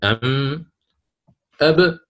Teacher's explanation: أن الميم والباء عند النطق بهما يكون عندنا التقاء للشفتين